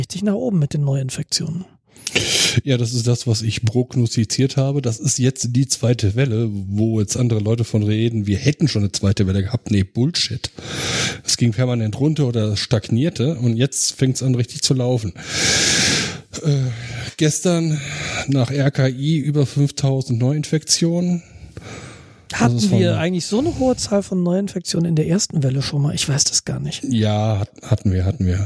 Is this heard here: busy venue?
no